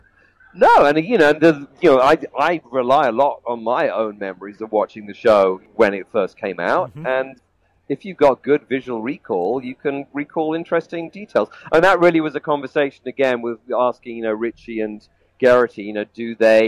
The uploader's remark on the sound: reports in live from Day 1 of the 32nd Gallifrey One convention in sunny Los Angeles, California